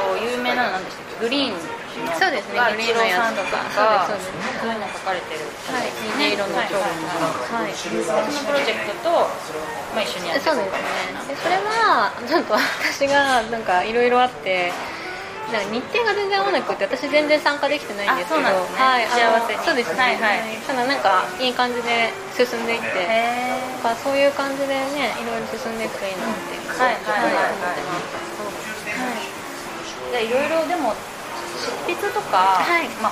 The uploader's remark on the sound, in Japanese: 雑音ごめんね